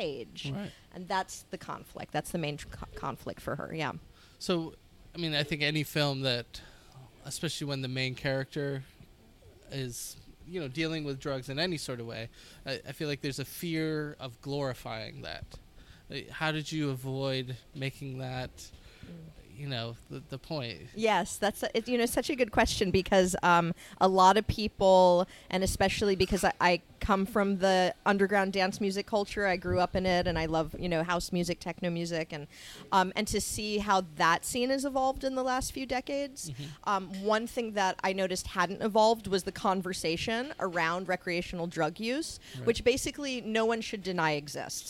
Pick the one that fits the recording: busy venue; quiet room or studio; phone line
busy venue